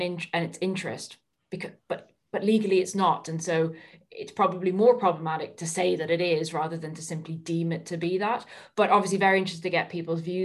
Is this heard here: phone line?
no